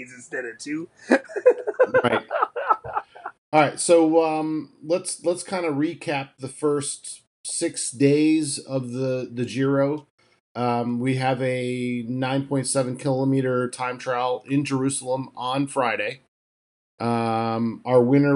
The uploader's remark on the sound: record from differnet locations over Facetime.